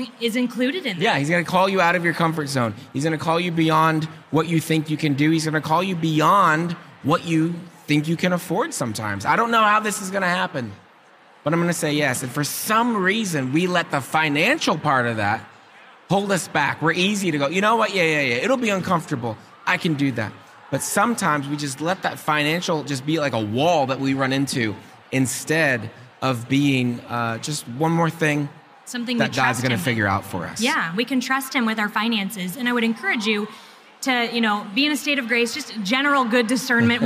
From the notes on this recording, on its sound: Recorded LIVE at SEEK 24.